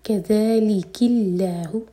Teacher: لام جلالہ لائٹ ہوگا کیونکہ اللہ تعالیٰ کے نام سے پہلے جو ورڈ ہے اس کے لاسٹ لیٹر پر ہے کسرہ